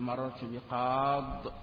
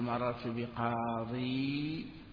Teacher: يحذف منه التنوين فيوقف إذن عليه بالسكون · Shown in: first take